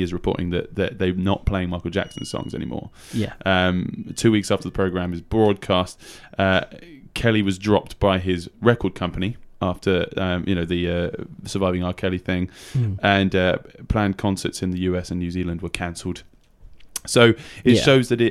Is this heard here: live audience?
no